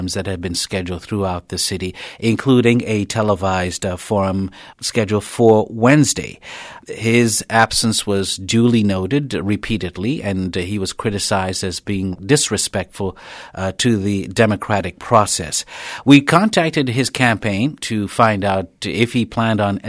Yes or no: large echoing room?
no